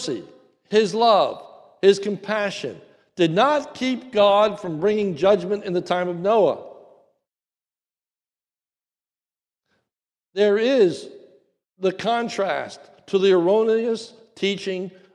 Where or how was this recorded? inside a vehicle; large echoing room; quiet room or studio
large echoing room